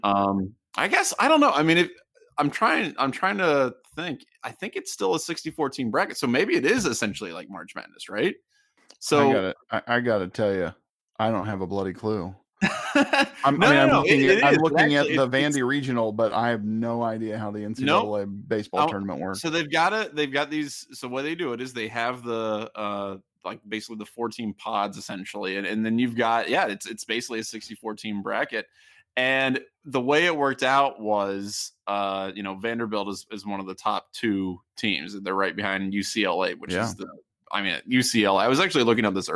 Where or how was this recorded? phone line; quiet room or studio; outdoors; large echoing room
quiet room or studio